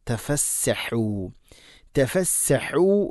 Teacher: തഫസ്സഹു, തഫ ത ലൈറ്റായിട്ട് ഉച്ചരിക്കണം, ഫ ലൈറ്റായിട്ട് ഉച്ചരിക്കണം, സീന് ലൈറ്റായിട്ട് ഉച്ചരിക്കണം, ഹ തൊണ്ടയുടെ മധ്യഭാഗമാണ് മഖ്റജ്.